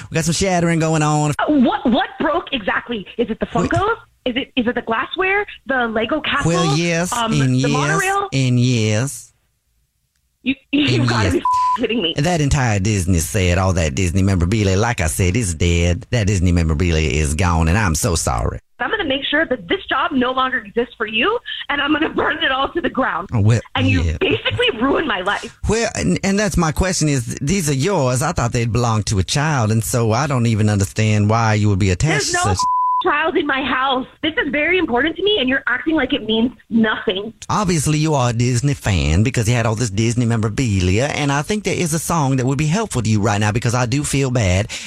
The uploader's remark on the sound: is on the phone today